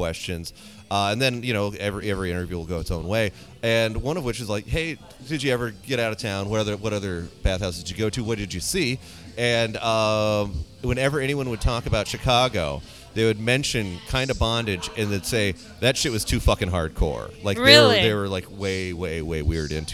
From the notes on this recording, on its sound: We hide in a corner of Otter's Saloon.